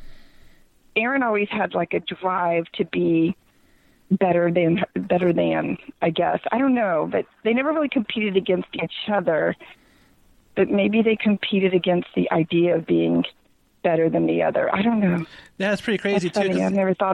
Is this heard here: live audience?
no